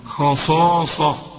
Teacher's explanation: ثلاث حروف مفخمين جنب بعض، خاء صاء، والمد بتاعها كمان مفخم